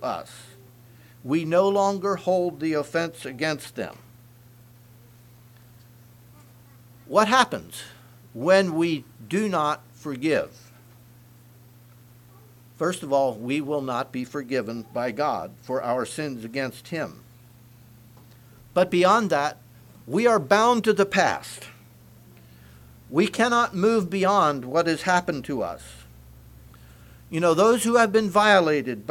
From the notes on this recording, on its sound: Message preached at Word Of Hope